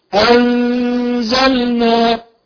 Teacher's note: النون المخفية في كلمة أنزلنا غنى بمقدار حركتين.